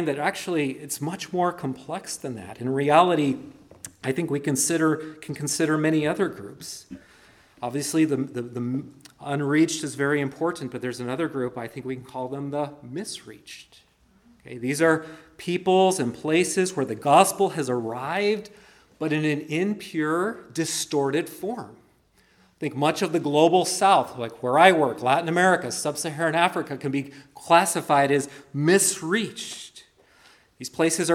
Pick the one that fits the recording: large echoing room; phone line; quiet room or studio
large echoing room